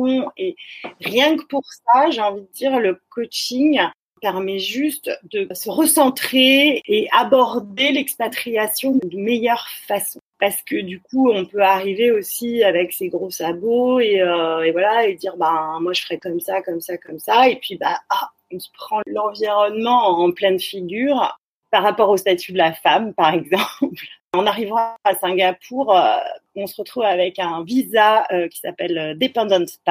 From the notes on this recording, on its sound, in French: se sont déroulés en visioconférence le 1er avril.